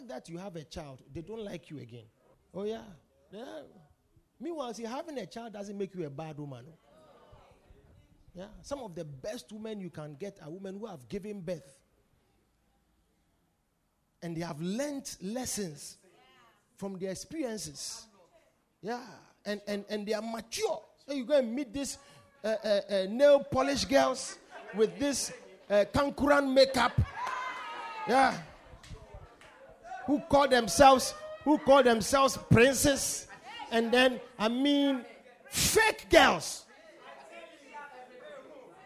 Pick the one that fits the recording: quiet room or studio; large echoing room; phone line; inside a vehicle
large echoing room